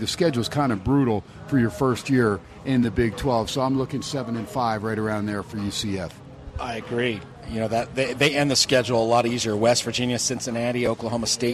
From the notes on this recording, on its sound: "Live" from #SteinersPub in #LasVegas